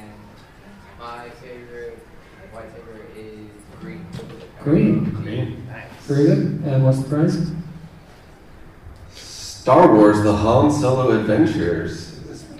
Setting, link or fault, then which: setting, busy venue